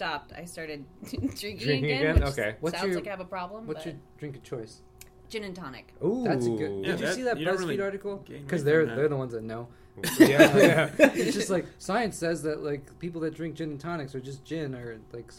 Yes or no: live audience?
no